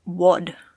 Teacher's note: if you go to the Amdo region, which is a completely different area where they speak Tibetan, that bod gets pronounced like wod.